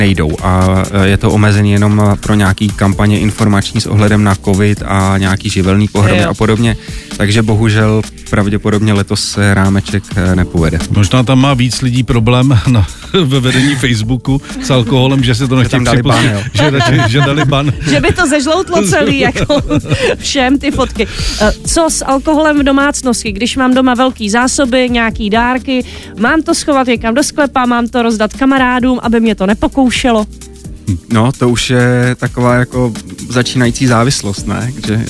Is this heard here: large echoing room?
no